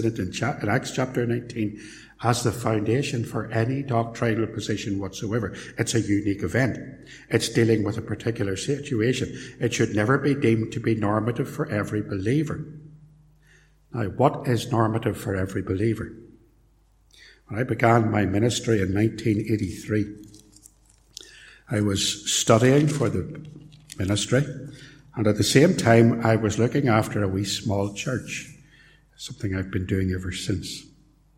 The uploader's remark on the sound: In this portion of a sermon preached at Templepatrick Reformed Church